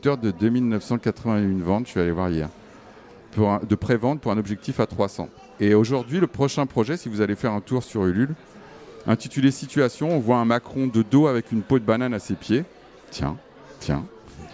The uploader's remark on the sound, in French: depuis le théâtre Olympia à l’occasion du festival WET